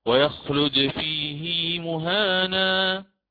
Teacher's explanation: الإمام حفص يأتي يخالف أصله الإمام حفص، ويأتي بالصلة بعد هاء الكناية، رغم أن قبلها حرف ساكن حرف مد